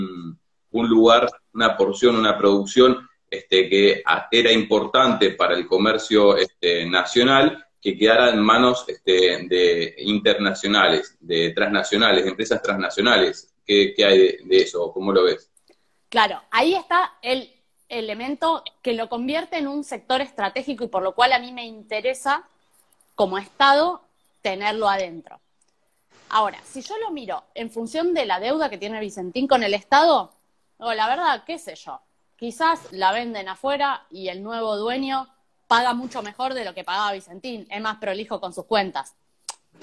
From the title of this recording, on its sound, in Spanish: Entrevistas de cuarentena por Instagram Live